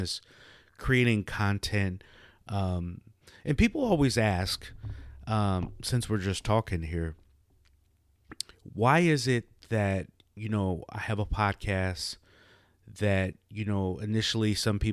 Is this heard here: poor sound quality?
no